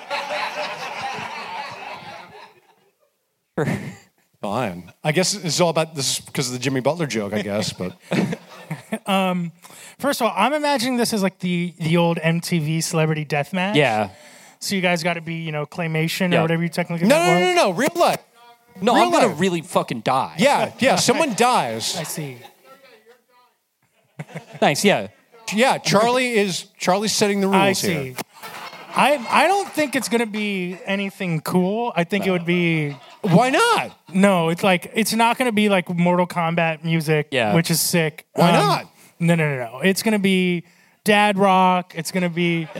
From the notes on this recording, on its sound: The Distraction Live in Brooklyn! The audience asks live and in-person Funbag questions.